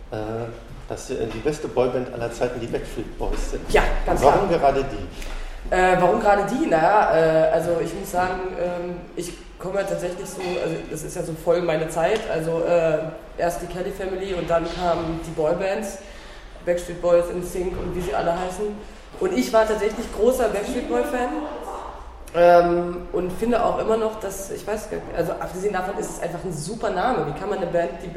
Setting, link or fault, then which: setting, busy venue